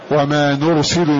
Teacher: الضم على مثل على هذا الراء الساكنة المتوسطة نحو وما نرسل هذه الراء هنا ساكنة متوسطة حكم التفخيم لأنها سبقت بضم